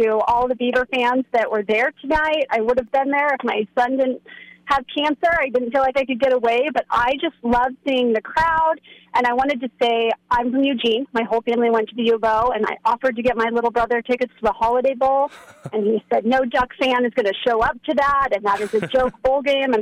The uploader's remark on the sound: Florida Postgame Call-In Show.